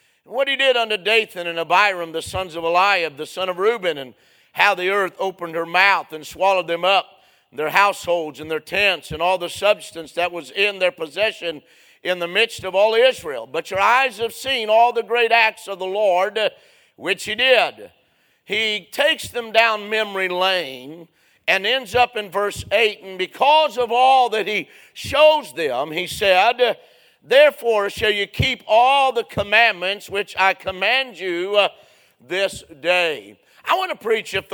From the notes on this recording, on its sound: A sermon preached Sunday Morning